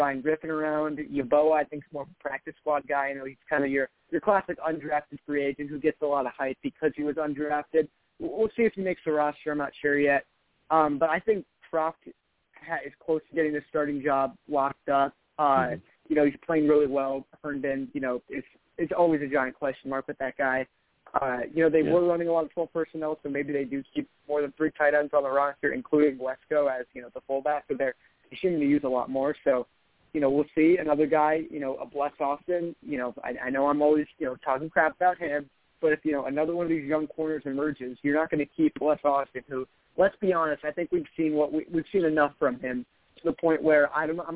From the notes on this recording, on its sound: I also take live callers!